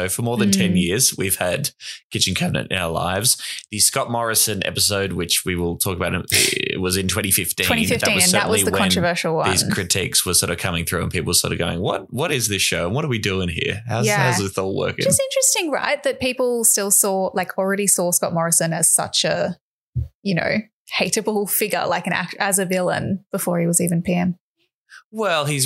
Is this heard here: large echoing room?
no